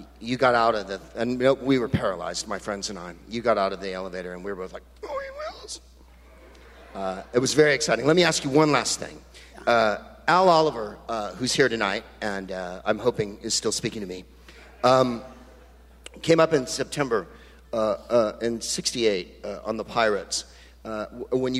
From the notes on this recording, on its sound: Live from the Negro Leagues Baseball Museum in Kansas City, MO